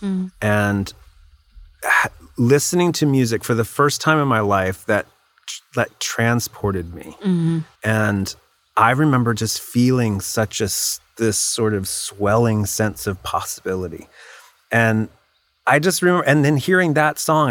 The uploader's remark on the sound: met in her backyard to record this episode